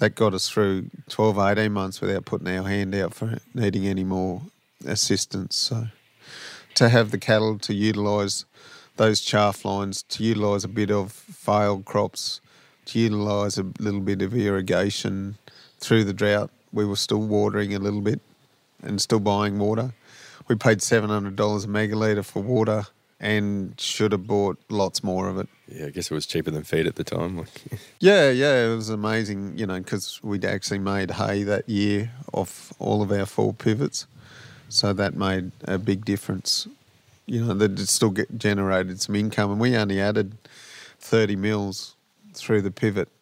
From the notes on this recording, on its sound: Outside on the verandah at “Wirrigai” to have this chat.